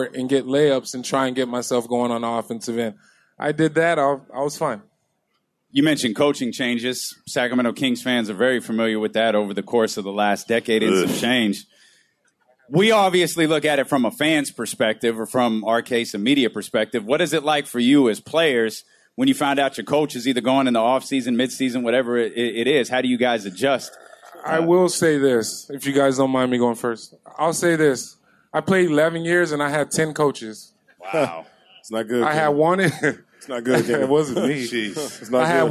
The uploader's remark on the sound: Live At Sports Fest